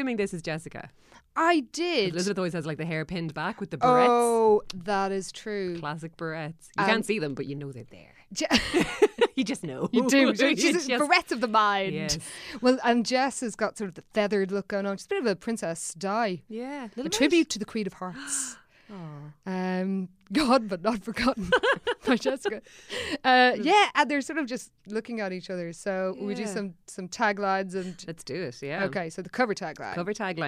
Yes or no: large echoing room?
no